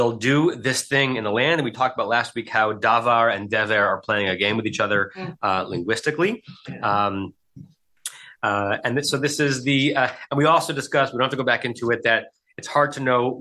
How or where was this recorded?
video call